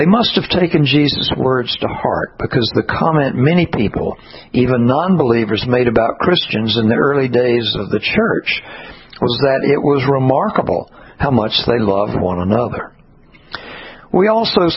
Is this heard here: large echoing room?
yes